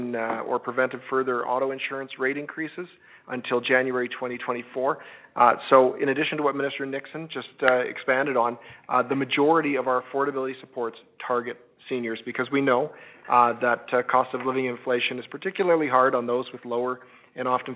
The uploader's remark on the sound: interactive telephone town hall